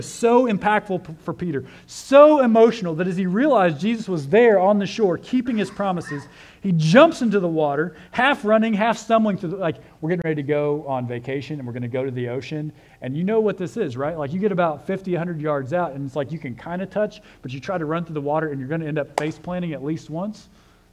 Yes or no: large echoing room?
yes